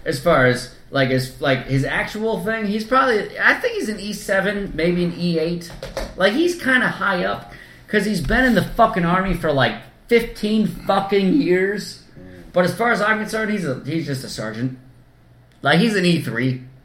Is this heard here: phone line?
no